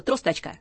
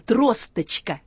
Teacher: Это не «а» и не «о» в конце, а средний звук между «а» и «ы». · Shown in: second take · К сожалению, мы его никак на письме в алфавите не отображаем, но он в транскрипции обозначается, по величине обозначается.